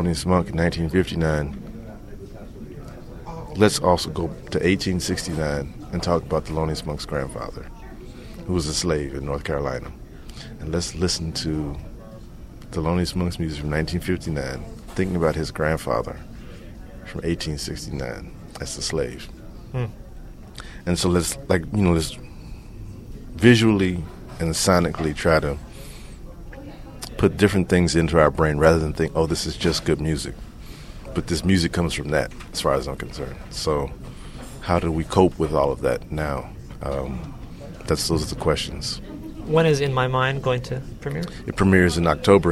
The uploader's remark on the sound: At the 2007 Rochester International Jazz Festival.